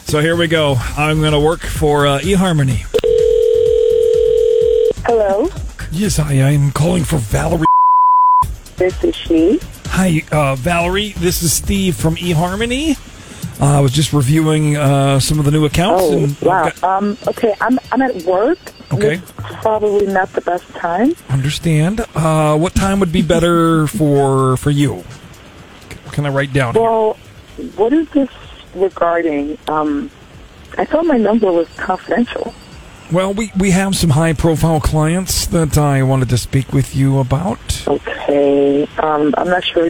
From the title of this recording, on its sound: PRANK CALL